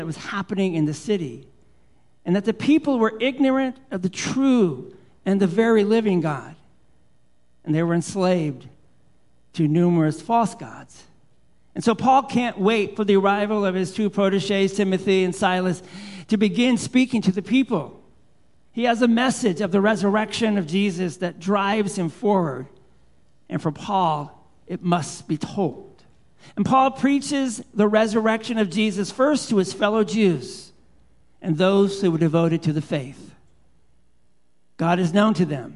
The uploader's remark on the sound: Live Worship Service